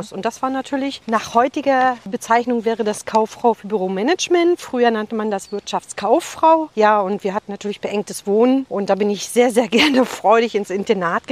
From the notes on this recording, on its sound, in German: Beim Walk & Talk im bergigen Kösterbecker Wald.